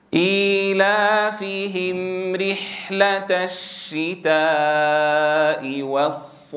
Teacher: الميم حرف بيني فلا بد أن تظهر بينيته في أثناء الأداء من خلال زمنه المتوسط